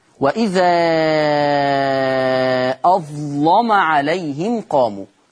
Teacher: كلمة اظلم الاية 20 قرأ ورش بتغليظ اللام